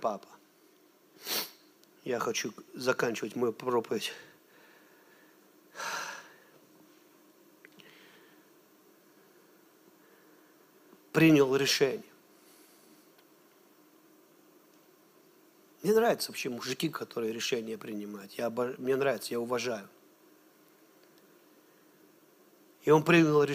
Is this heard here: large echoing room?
yes